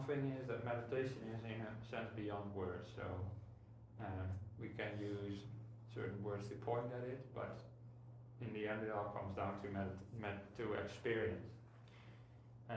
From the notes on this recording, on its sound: Monday Night Meditation at Wat Dhammayanaram, Cambodian Society of WA (CBSWA). They usually consist of a short talk, thirty minute meditation and then questions & answers.